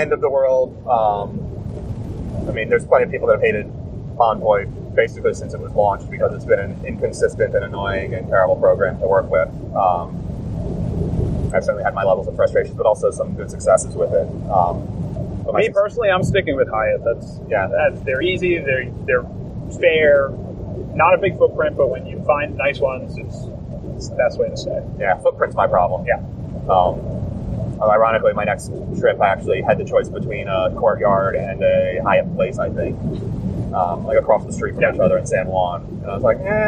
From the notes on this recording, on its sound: This week’s show was recorded on the drive back to the airport